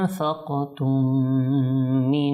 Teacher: এরপর এখানে মিম সাকিন এসেছে, মিম সাকিনের পর যেহেতু মিম এসেছে তো এখানেও আপনার ইদগাম হবে আর ইদগামে শাফাবি হবে